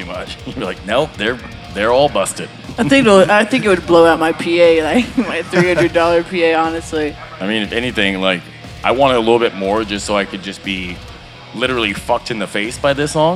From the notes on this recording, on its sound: Taking over the stage of The Lost Well in Austin, TX on Mondays. Recorded Live at The Lost Well in Austin, TX.